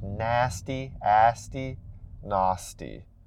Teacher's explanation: that's that backed A sound. Instead of nasty, asty, nasty. It's more of a back of the mouth sound.